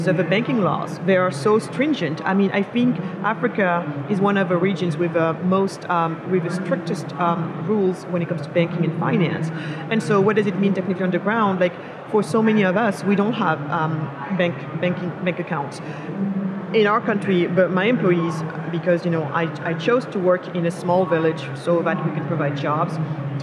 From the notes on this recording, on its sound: live from Consensus 2023 in Austin, Texas